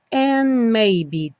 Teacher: Passa do N direto para o M, and maybe, porque o dedo and não vai ser pronunciado.